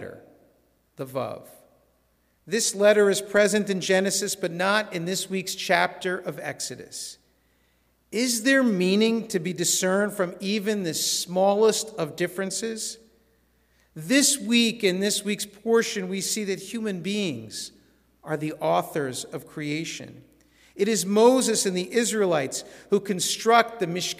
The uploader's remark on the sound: This sermon was recorded in our synagogue's sanctuary at Shabbat evening services.